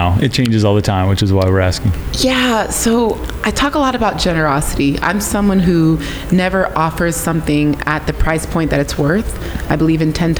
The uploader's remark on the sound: at the Craft + Commerce Conference in Boise, ID